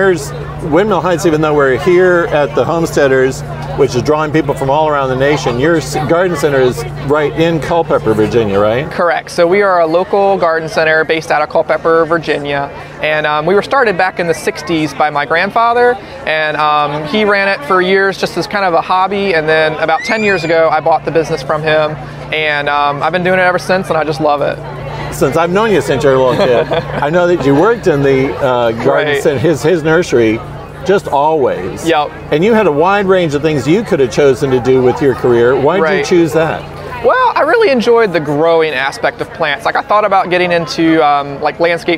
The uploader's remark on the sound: Homesteaders Of America 2022 Conference